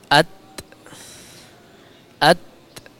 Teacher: ujung lidah bertemu dengan pangkal gigi seri atas. Maksud pangkal gigi seri atas di sini adalah pertemuan antara akar gigi seri atas dengan gusi. · Term: huruf ta